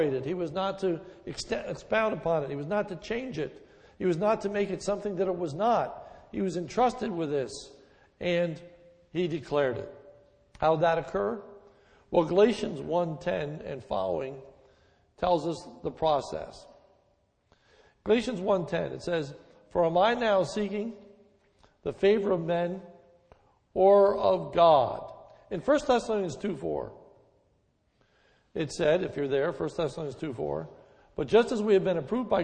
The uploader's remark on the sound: a sermon recorded at the Lebanon Bible Fellowship Church, in Lebanon, PA, on 9/18/2011 during the morning service